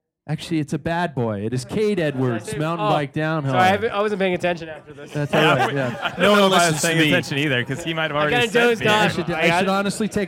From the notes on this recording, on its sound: Live at Badass Backyard Brewing in Spokane Valley